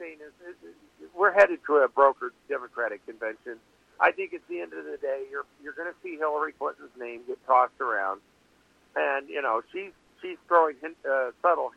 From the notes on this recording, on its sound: Live show with a call in guest!